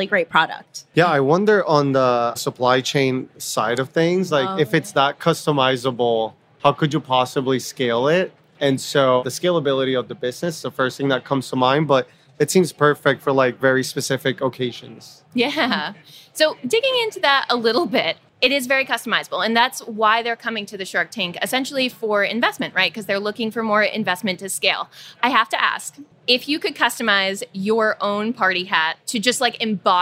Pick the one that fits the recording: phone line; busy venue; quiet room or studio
busy venue